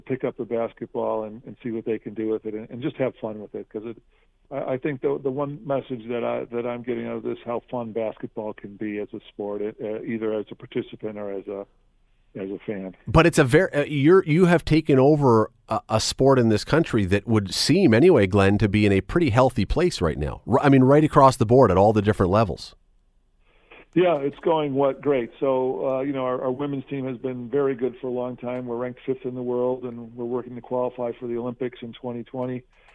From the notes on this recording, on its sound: opens the phone lines